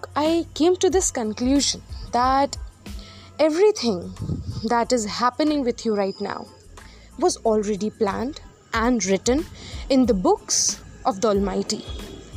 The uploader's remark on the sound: Apologies for the background noises in this Pod.